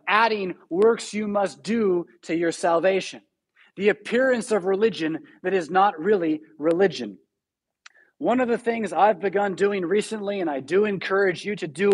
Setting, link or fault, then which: setting, large echoing room